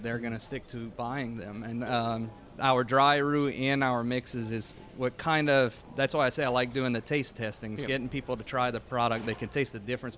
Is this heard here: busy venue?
yes